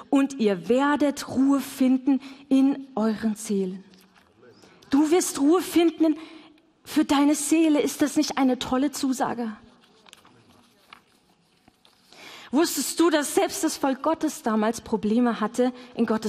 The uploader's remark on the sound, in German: LIVE im Missionswerk Karlsruhe